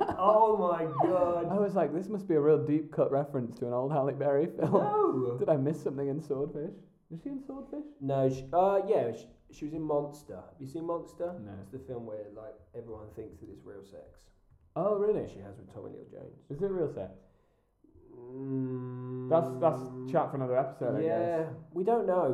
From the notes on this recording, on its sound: The sound quality is poor.